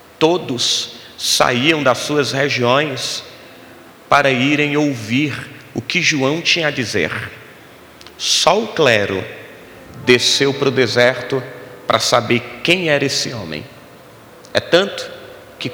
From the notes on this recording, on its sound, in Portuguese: Gravado dia 20/12 no Ministério Quero Viver em Fortaleza